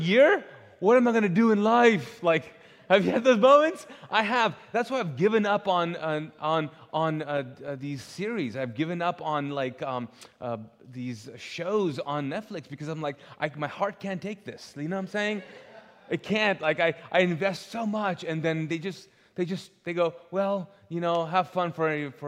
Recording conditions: large echoing room